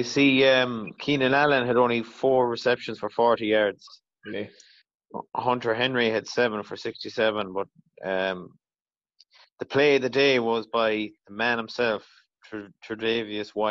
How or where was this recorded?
video call